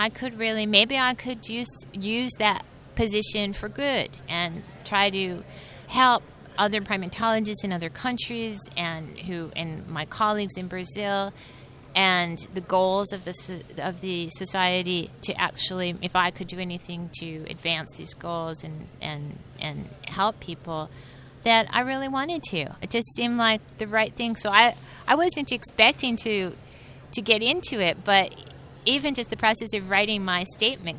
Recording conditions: busy venue